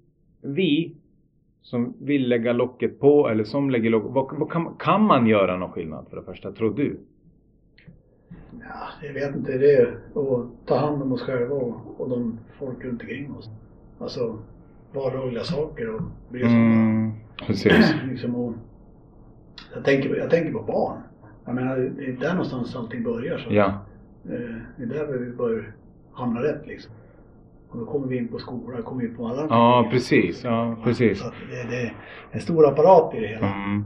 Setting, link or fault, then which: fault, poor sound quality